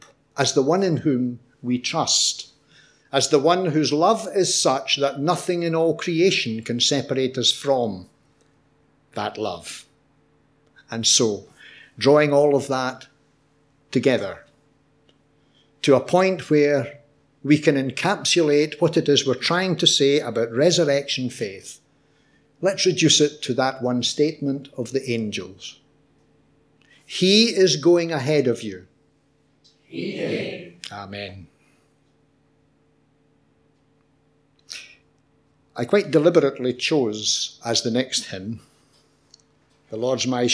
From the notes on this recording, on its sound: Audio podcast of morning service.